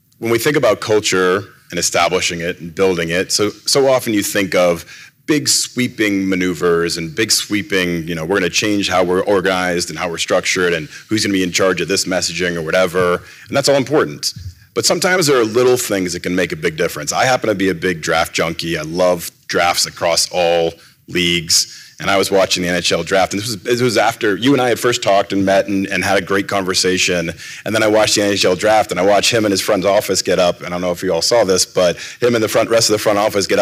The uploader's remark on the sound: rubbed elbows with a mix of sports business professionals at the 2022 Hashtag Sports Conference in Las Vegas in July